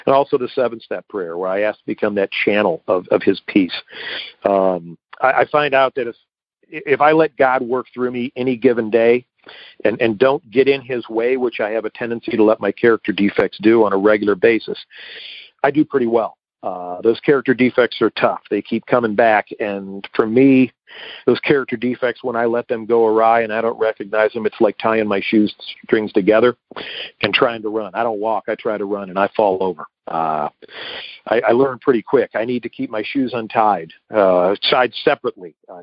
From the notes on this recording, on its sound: Akron OH. Noon Phone Speaker Meeting.